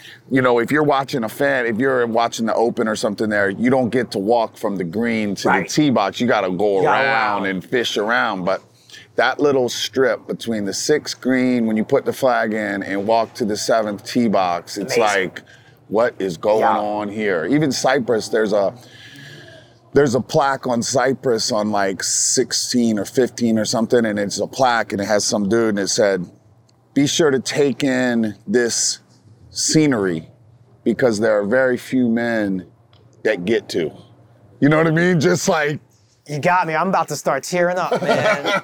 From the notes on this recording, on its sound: Shot on location at Top Golf Las Vegas.